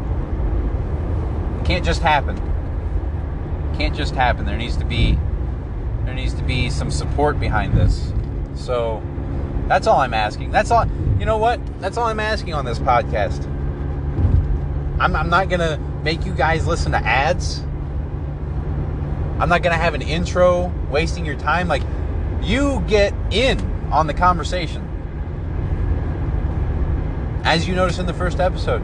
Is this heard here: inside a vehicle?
yes